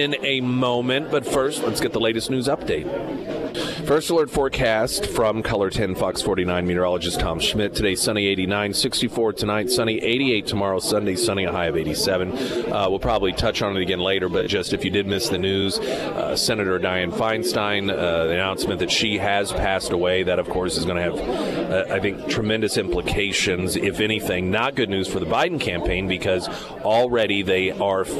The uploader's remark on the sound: live at Scramblers Diner for Heroes Breakfast